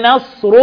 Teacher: والره مفخمة طبعا لأنها مضمومة